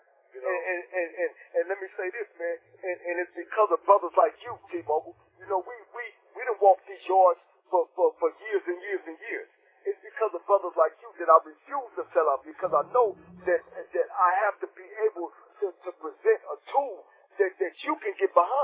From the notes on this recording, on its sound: We sincerely apologize for the audio quality of this podcast episode.